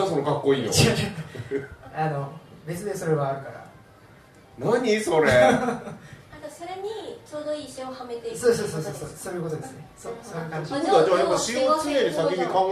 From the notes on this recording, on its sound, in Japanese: 公開ポッドキャスト収録の巻。2018年1月14日開催LIVEでの公開ポッドキャスト収録の回～！